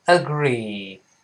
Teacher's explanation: Agree 那个 ga 和 ra 连在一块儿